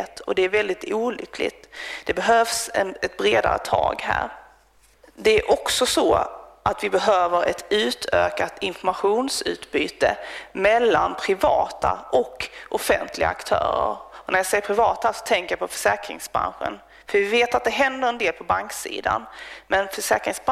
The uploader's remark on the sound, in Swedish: Presenterar Svensk Försäkring den årliga rapporten Omvärldstrender vid ett seminarium på Finlandshuset i Stockholm. Det här är en ljudupptagning av det seminariet.